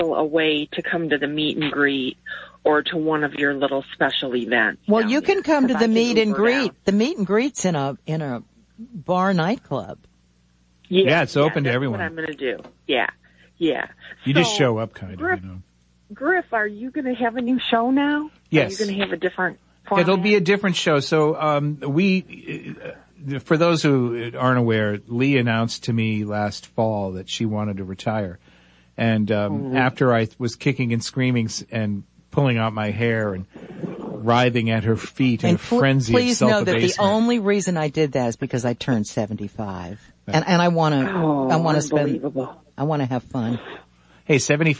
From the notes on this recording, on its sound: Open phones. Las Vegas NV.